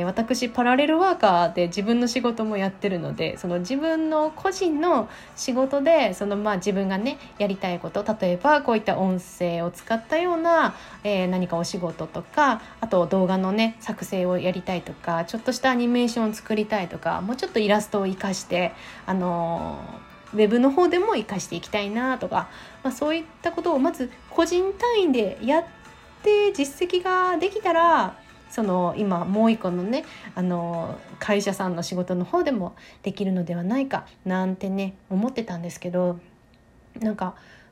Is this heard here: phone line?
no